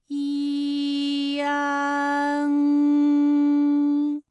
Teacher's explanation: 从前高不圆唇元音一开始，舌位向前低元音啊的方向滑降，舌位只降到半低前元音 i 的位置就开始升高。发 i 后，软腭下降，逐渐增强鼻音色彩。舌尖迅速移到上齿龈，最后抵住上齿龈，做出发鼻音呢的状态。大家可以跟我来感受一下啊，一安，哎，这三个音发完整，我们每一个状态呢都能知道它的音的流向。当然，最后一定还是要归到鼻音呢才算是发完整。好，大家一起来跟我来发下面这组词：